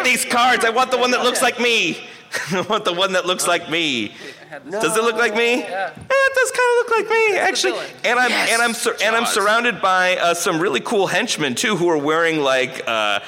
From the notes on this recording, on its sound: Recorded LIVE at Los Angeles Comic Con 2016!